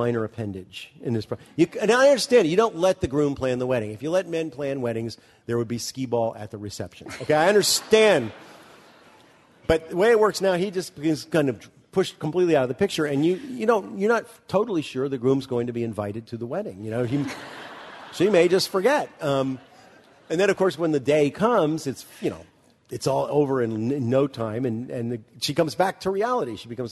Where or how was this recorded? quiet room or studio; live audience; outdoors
live audience